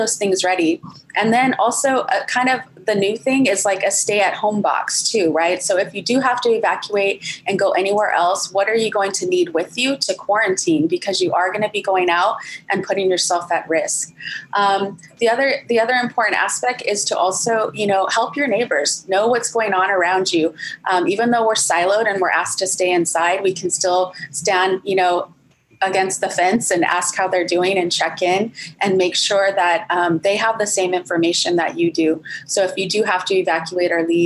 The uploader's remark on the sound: this Zócalo/Huntington-USC Institute on California and the West event was held on Zócalo’s YouTube and Twitter channels.